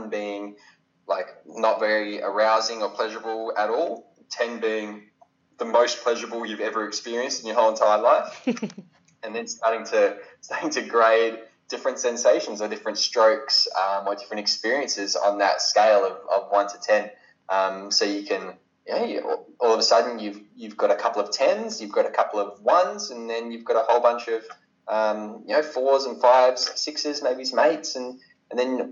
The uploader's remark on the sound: Skypes all the way to Australia